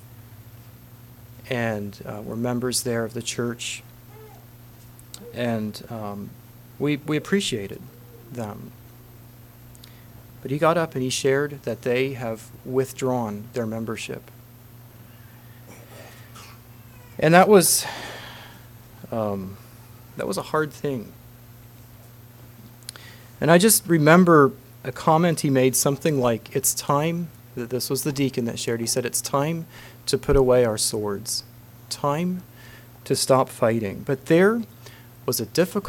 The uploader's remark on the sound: Message preached at Word Of Hope